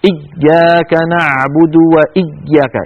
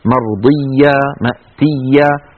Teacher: إيا التشديد شيء والشدة شيء آخر، التشديد هو أن يكون الحرف مضاعفة، أما الشدة هي انحباس الصوت، فالياء لا ينحبس صوتها بل تكون مضاعفة · Shown in: second take · إيا فيها شدة وليس فيها شدة، فصوتها مستمر لا انقطاع فيه. · Term: حرف رخو